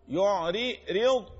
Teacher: الضاد هكذا من الاضراس اليمنى والاض الضاد يعري رض مفخمة مغلظة وفيها صفة الاستطالة. · Term: الضاد المفخمه